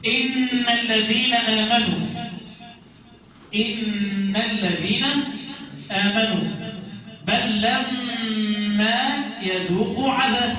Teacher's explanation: ده حكم النون والميم مشددتين، حكمهم الغنة بمقدار حركتين · Term: حرف غنة مشدد